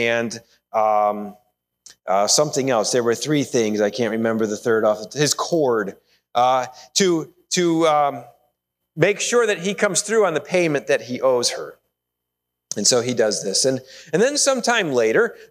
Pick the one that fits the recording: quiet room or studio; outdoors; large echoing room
large echoing room